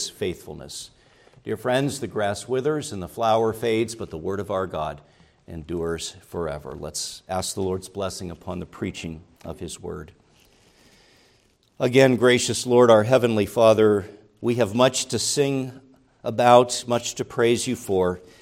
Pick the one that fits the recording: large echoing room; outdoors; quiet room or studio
large echoing room